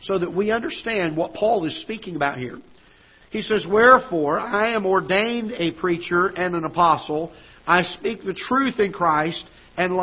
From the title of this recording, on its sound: Ketha Heights Baptist Church ~ Live Broadcast